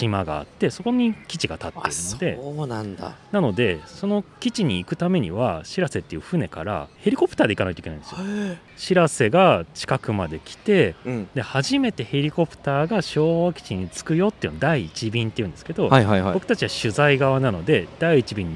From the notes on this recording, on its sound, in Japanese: 半年ぶりに収録した場所はまさかの公園。少年たちがキャッチボールする姿を眺めながらの収録で。